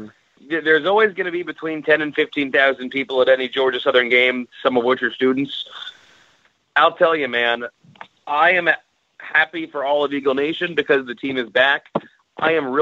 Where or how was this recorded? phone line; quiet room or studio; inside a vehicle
phone line